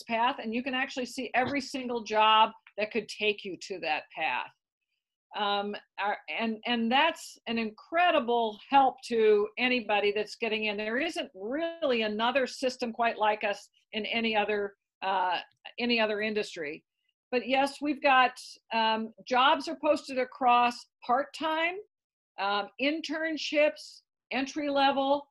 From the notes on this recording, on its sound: We had the pleasure of zooming in with Founder and President of TeamWork Online